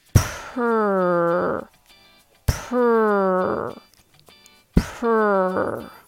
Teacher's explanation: you don't separate the airflow for each sounds like one breath for P and another breath for R, er, p, er, p, er. · Term: PR cluster